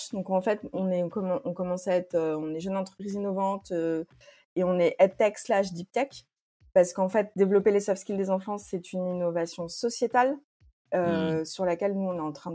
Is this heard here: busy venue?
no